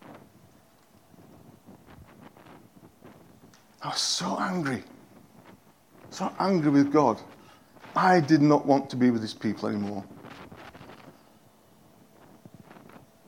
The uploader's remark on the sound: At King's Church, Cockermouth, as an audio file.